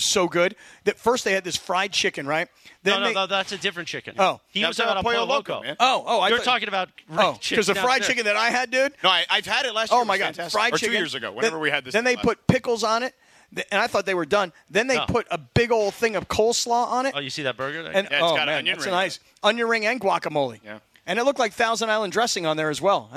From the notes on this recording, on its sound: Live from Black Gold Golf Club. Live from the ESPN LA Golf Classic at Black Gold Golf Club in Yorba Linda.